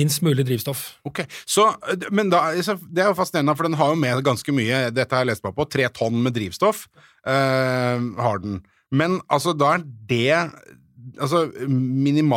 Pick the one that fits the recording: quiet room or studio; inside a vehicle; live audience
quiet room or studio